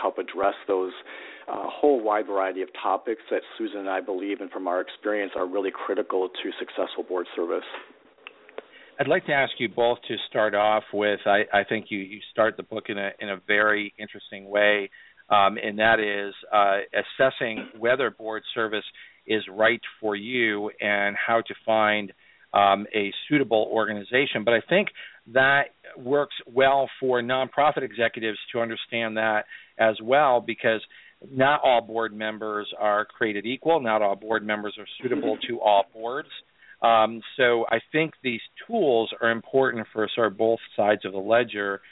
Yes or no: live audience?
no